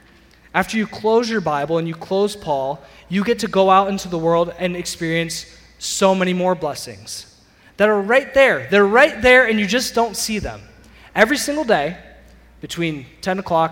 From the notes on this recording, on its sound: Sermon audio from CityGate Church